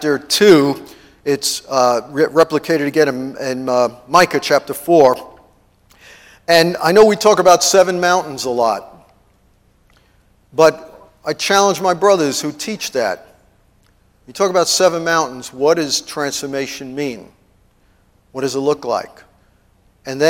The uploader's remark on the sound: TEACHING AT IMPACT CT CONFERENCE MAY 1